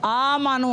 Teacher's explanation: کھڑی حرکات بھی حروف مدہ کے قائم مقام ہے، اس کو بھی ایک الف یعنی دو حرکات کے برابر کھینچ کر پڑھیں گے